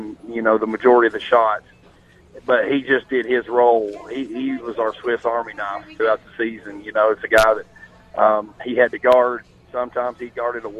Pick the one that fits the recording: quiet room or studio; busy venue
busy venue